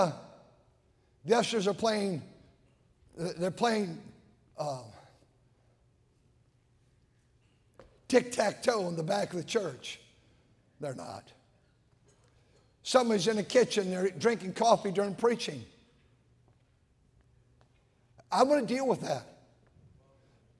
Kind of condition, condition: setting, large echoing room